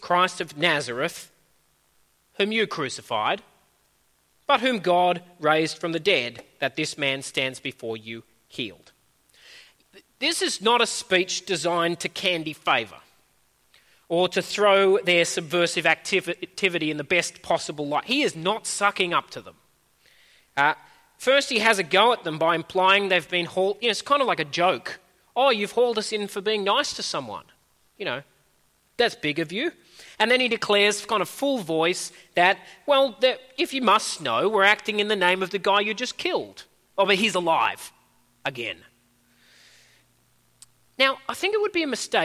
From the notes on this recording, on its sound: At a Church in the Graveyard service